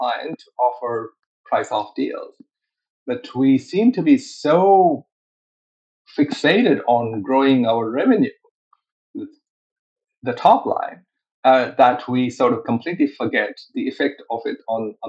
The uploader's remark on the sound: Recorded on RiversideFM